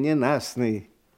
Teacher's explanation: В слове «ненастный» «т» не произносится